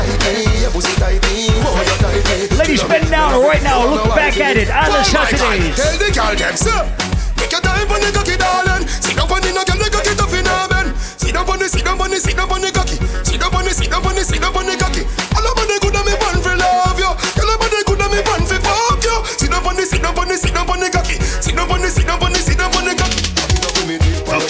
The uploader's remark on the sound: LIVE AUDIO. Audio recording of my set at Island Saturdays.